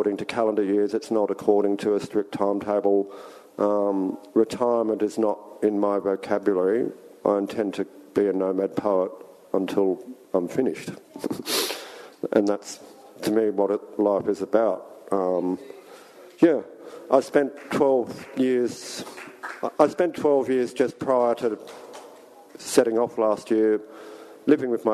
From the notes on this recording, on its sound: at Dancing Dog Cafe, Footscray.